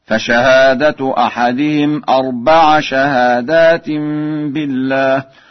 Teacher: قرأ ورش أربع بنصب العين